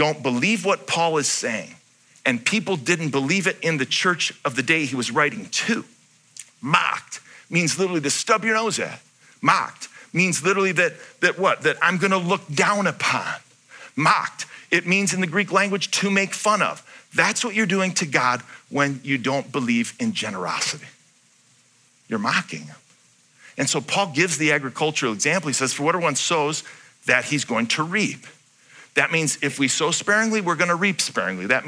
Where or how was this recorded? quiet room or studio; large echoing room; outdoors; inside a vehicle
large echoing room